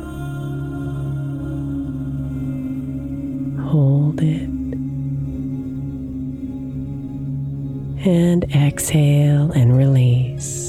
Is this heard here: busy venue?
no